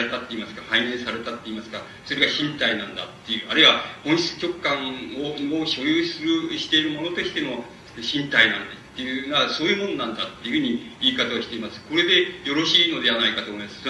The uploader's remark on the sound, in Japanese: 主催：紀伊國屋書店 場所：新宿・紀伊國屋ホール。紀伊國屋書店出版部 30周年記念講演会として行われた。